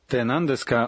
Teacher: Добавляя частицу «ка» и произнося фразу с повышением интонации, вы образуете вопросительное предложение.